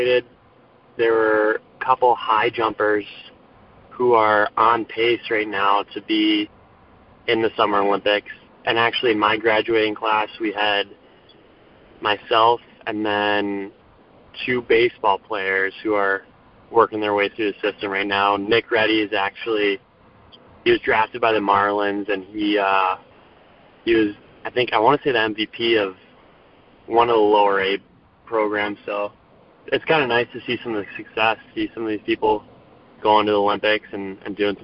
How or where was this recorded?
phone line